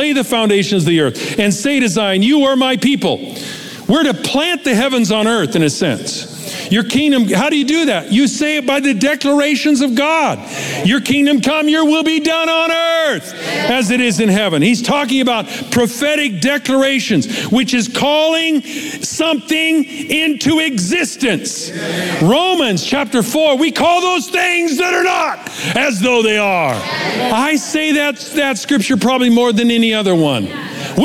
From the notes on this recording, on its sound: Recorded live at Capital Church in Meridian, Idaho